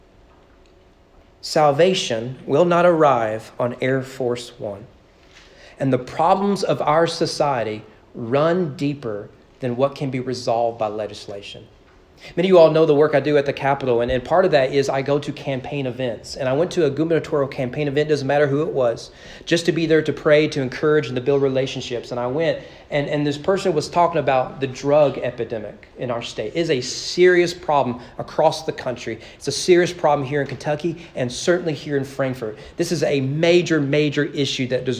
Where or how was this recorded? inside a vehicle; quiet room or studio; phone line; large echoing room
large echoing room